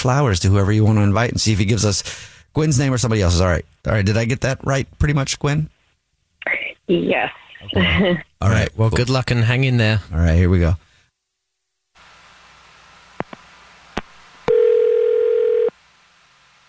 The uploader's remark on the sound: on the phone